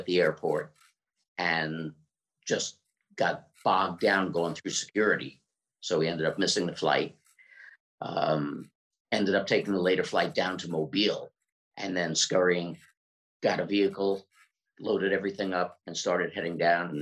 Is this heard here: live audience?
no